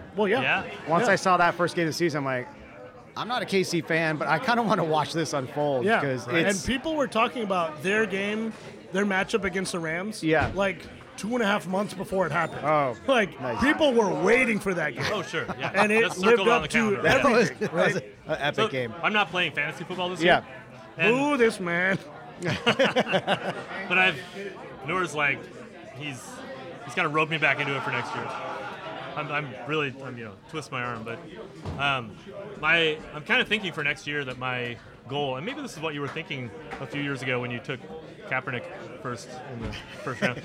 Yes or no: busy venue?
yes